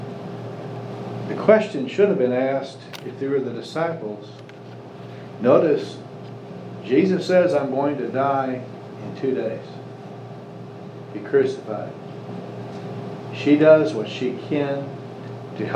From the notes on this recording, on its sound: Services have resumed with Social Distancing in place, so we have returned to live recordings. Sunday Sermon.